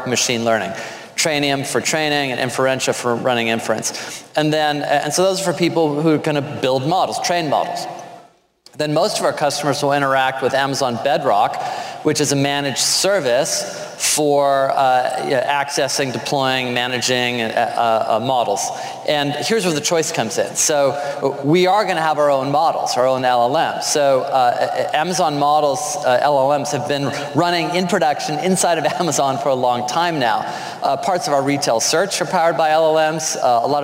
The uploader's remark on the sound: Bloomberg Technology is live from the Bloomberg Technology Summit in San Francisco.